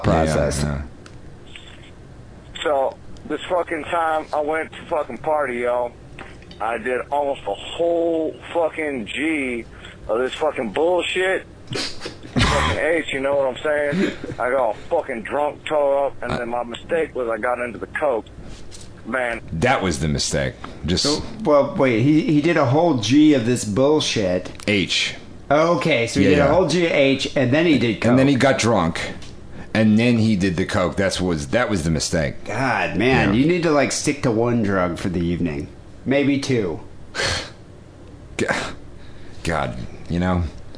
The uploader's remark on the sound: Phone calls.